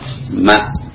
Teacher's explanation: Makhod ma ini dengan mengatupkan kedua bibir dan melewatkan suara ke rongga hidung, karena diantara sifatnya ada gunnah